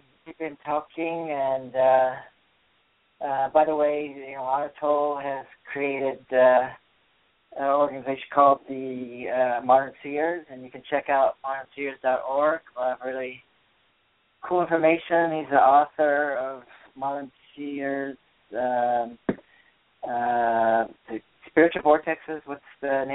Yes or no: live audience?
no